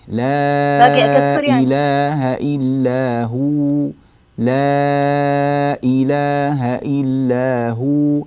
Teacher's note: المد الأربع حركات في المنفصل والمتصل كذلك، أقصر قليلا من اللي قرأتي.